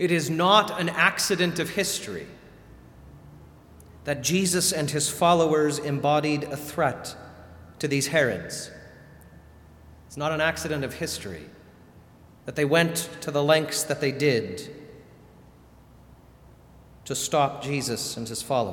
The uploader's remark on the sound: Sermon delivered at All Saints Kingsway on December 29, 2019.